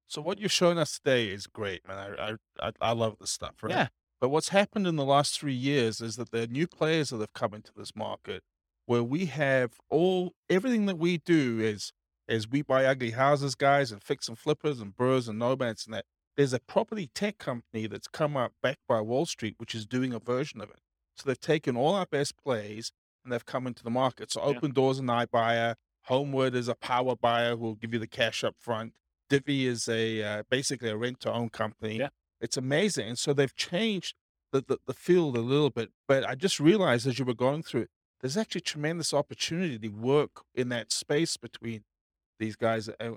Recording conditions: live audience